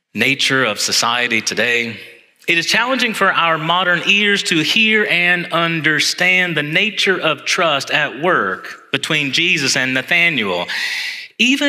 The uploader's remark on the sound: Homily preached on Sunday, January 14, 2024, in Church of the Ascension.